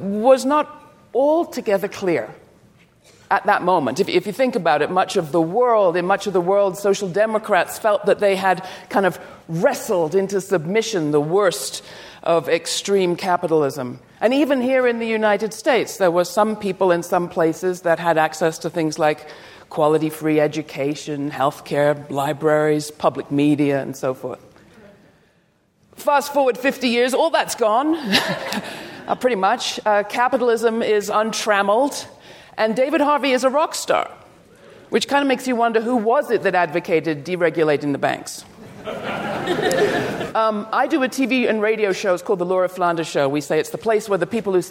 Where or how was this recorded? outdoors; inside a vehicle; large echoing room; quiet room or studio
large echoing room